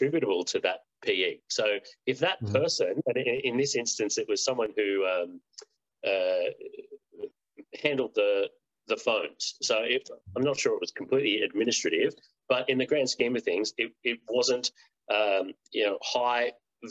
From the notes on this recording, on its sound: (LIVESTREAM). For those joining us on Zoom.